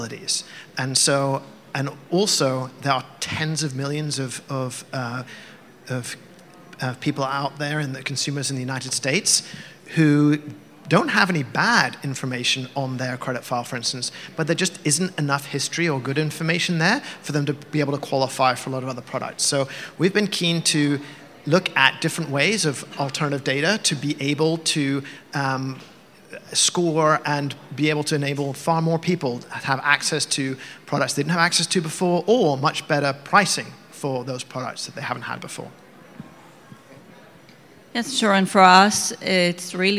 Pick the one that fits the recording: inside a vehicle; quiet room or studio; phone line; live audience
live audience